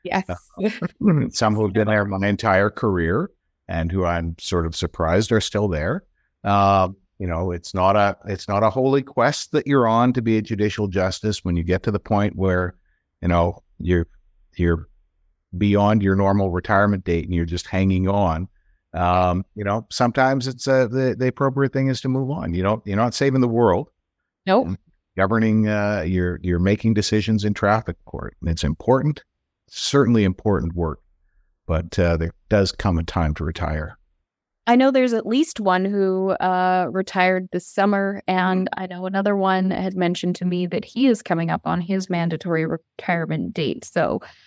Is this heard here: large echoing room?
no